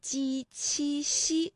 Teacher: 专业的说法呀就是舌面的前部和硬腭的前部接触或者是接近构成了阻碍啊。那比如说呢，我们可以这么来理解，就是我们的气流呢从后面往前发的时候啊，这个硬腭前部和舌面前部构成了一个阻塞，然后呢这个慢慢的这个阻塞又离开了，气流呢就从窄缝当中挤出来，那摩擦成声，声带呢是不颤动的。其实我们读这个鸡七夕的时候呢也不是完全的一样哈，比如说大家读鸡的时候，这个气流呢和读七的时候呢感觉到明显的不一样，因为读七的时候会觉得要用力喷一口气。那另外呢，就是我们注意一下，从书写上呢